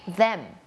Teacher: มันไม่ใช่ดอเด็กอย่างเดียวเนาะมันมีความสั่นนิดนึงแล้วก็มีลมออกมานิดนึง